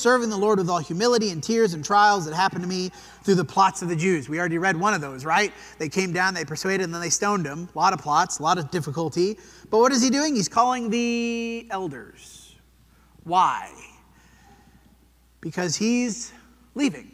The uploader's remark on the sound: This sermon was preached at the Dewey Church of Christ